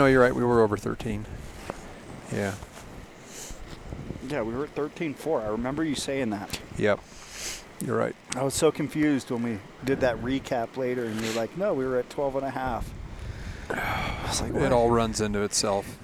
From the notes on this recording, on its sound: Live From Camp Ibex